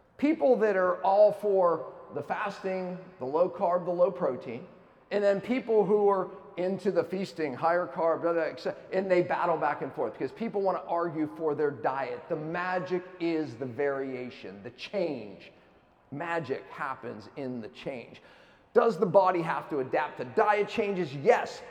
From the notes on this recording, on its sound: keynote lecture at KetoCon Austin 2022